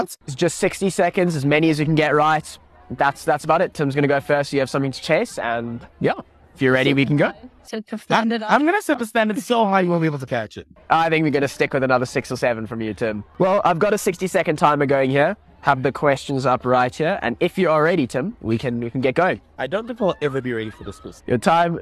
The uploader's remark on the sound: We were at the 2023 Standard Bank St Mary's Festival.